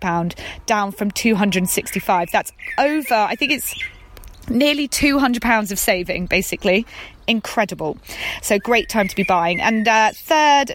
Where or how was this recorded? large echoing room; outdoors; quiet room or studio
outdoors